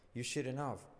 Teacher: La H se omite, you shouldn't have. La T no se pronuncia